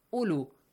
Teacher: Wow has a sukun on the top. Don't read wow. Do not read it.